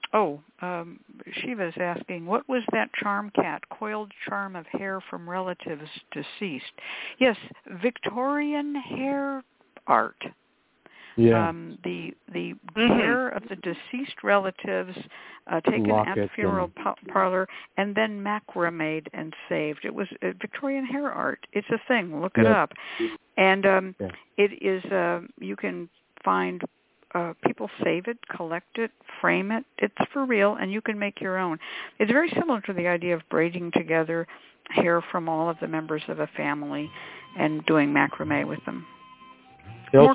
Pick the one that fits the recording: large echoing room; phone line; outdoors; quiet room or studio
phone line